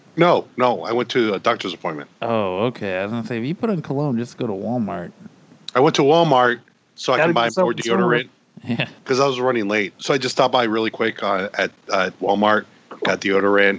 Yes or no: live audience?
no